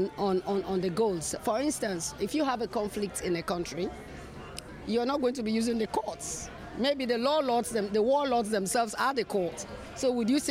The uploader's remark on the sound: at UNGA's SDG - Sustainable Development Goals - media zone